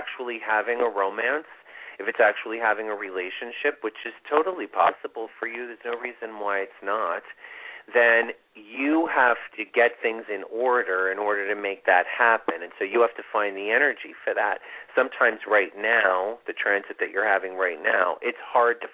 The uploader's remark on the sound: This is a LIVE show - with Call-in readings!